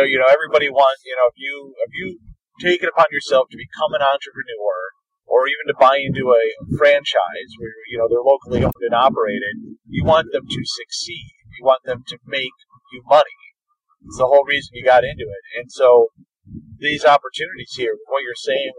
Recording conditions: poor sound quality